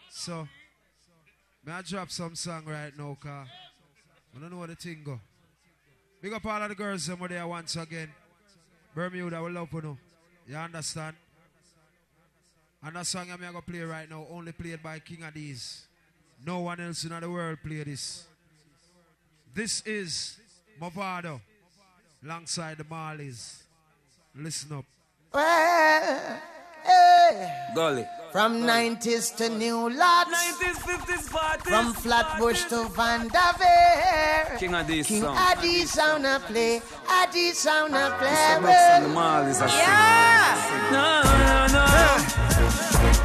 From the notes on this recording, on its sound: Live Juggling Dance. At Cosmopolitan Night Club on Front Street Bermuda. Big Up To Everyone That Came Out And Held A Vibez And Enjoyed The Dance.